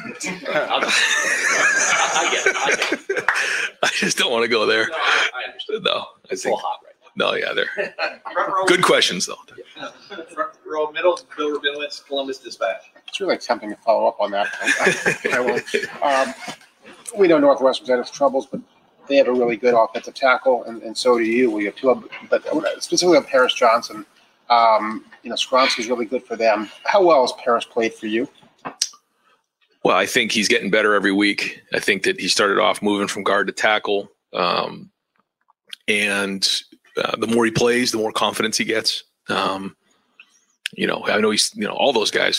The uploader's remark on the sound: press conference